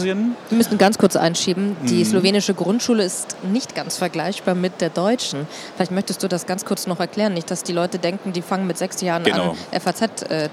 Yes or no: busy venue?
yes